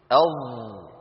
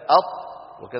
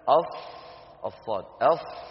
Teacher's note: انظروا إلى الأسهم البيضاء وكيف أن رؤوسها قد اتجهت إلى سقف الحلق وقبة الحنك. انظروا إلى انحصار الصوت بين مقدم الفم عند رأس اللسان وبين أقصى اللسان، هذا المكان انحصر فيه الصوت، وهذا الانحصار يعطي الحرف قوة، يقوي صوت الحرف. · Term: الحروف المطبقة